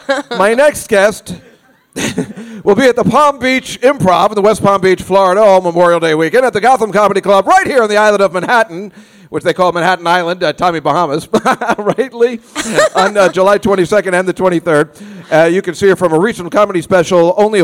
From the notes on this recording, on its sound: This is the live broadcast from The Cakeshop on the Lower East Side in New York City